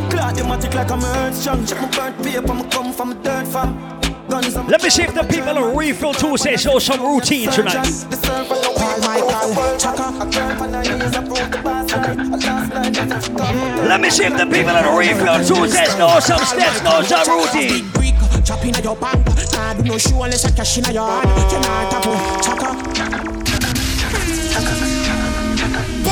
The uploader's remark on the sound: LIVE AT REFILL TUESDAYS IN THE BRONX